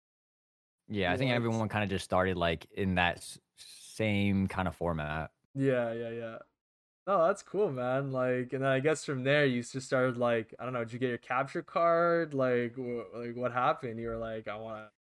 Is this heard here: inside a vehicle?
no